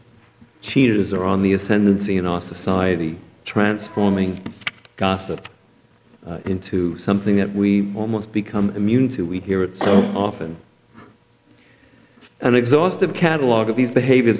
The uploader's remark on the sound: Delivered at Temple Emanu-El